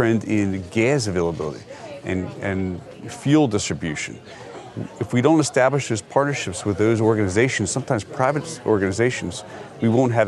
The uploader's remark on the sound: A Walking Tour Of The National Response Coordination Center. We got a special walking tour of the NRCC.